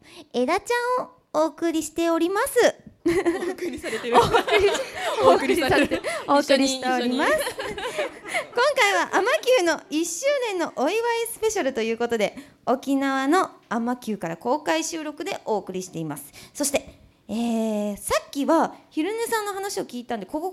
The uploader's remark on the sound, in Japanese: 公開収録